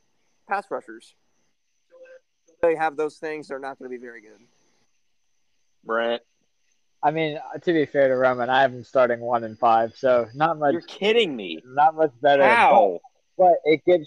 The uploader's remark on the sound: WE RECORDED OUTSIDE